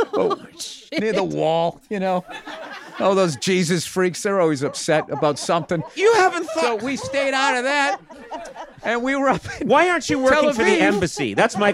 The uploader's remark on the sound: Live from the SiriusXM Garage